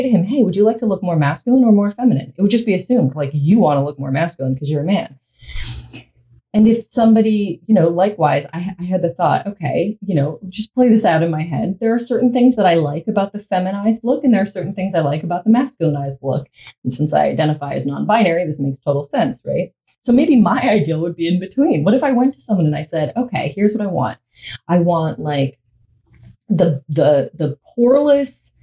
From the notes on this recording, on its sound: This episode and the possibly the next few experience some audio issues; the recording went through the computer instead of the mic so this should be sorted after this batch.